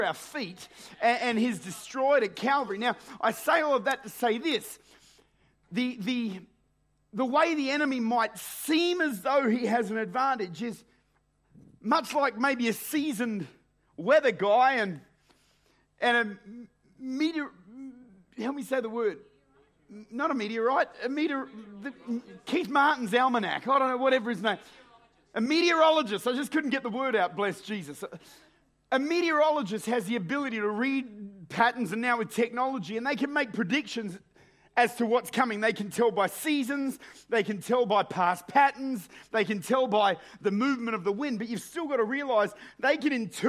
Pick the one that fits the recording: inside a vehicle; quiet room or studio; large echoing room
large echoing room